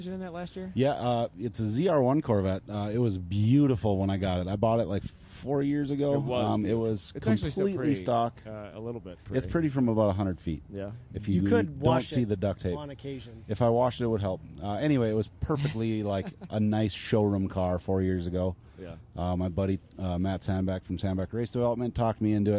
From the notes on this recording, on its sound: At #GRIDLIFE Alpine Horizon Festival